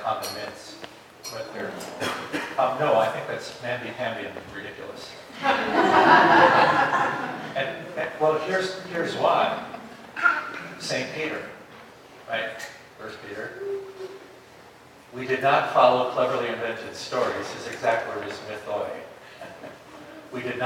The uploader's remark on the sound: This episode is a recording of Plenary Session III from Wittenberg Academy's Family Retreat.